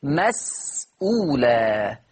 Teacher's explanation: السين ساكنة وما بعدها همزة، السين ساكنة وما بعدها الهمزة، فقرأت بالتحقيق